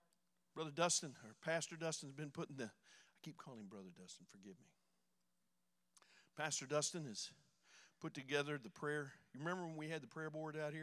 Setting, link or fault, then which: setting, large echoing room